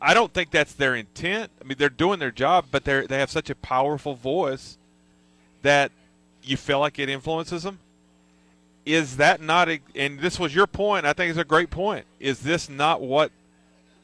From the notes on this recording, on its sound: LIVE from Landscaoer's Supply